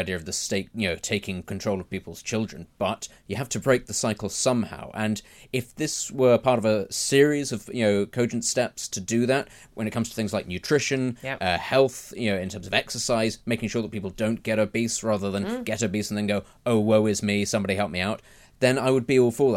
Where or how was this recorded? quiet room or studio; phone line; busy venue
quiet room or studio